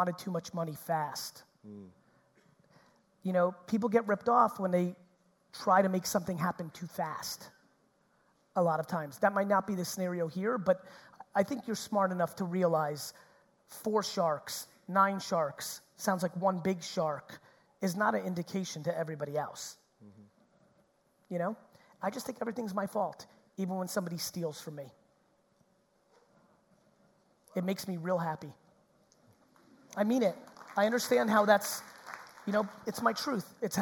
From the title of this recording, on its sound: Auckland 2019 Keynote